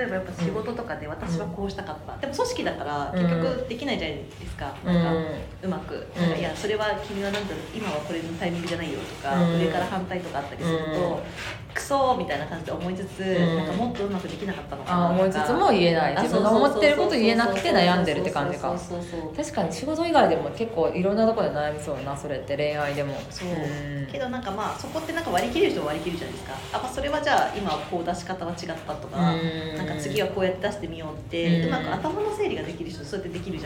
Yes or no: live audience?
yes